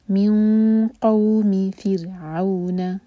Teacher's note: قاف کے لیے زبان تیار کریں گے اور نون کی آواز کو چھپائیں گے اور دو سیکنڈس کا ٹائم دیں گے · Term: ہیوی اخفا